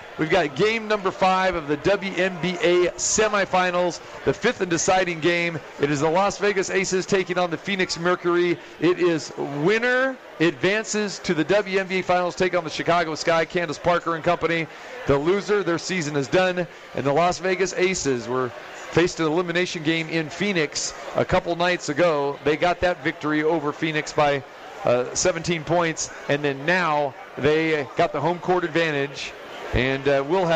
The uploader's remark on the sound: Live From The Cosmopolitan of Las Vegas.